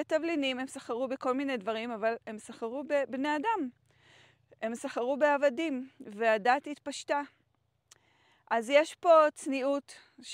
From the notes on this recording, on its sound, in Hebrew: הקלטתי לכן את הפרק בדרכים יפהפיות בצפון מערב טנזניה